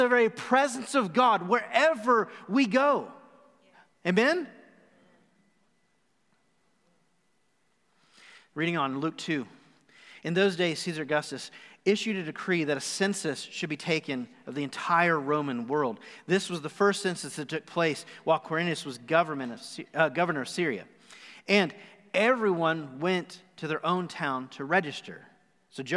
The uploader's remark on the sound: Recorded live on December 6, 2020 at The Fellowship at Two Rivers.